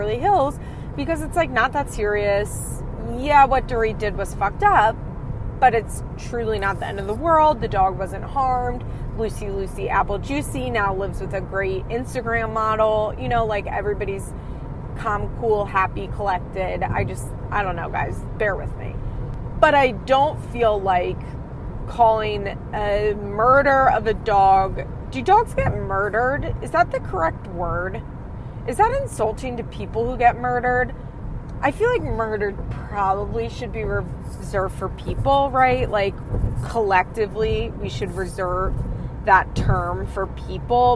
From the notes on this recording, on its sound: The very unconventional FIMH CarCast. Recording her thoughts and feelings from her car.